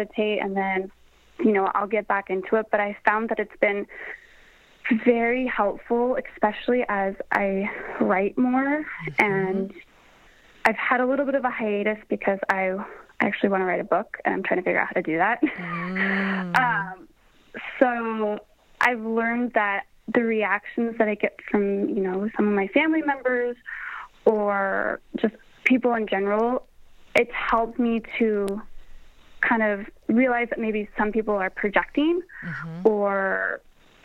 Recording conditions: phone line